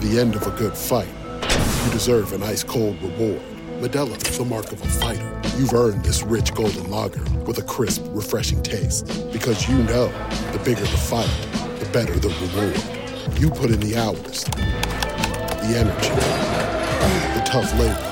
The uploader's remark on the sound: live from Fenway